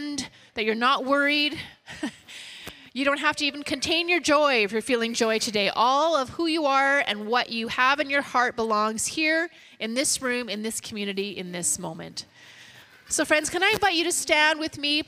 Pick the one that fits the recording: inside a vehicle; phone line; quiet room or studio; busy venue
busy venue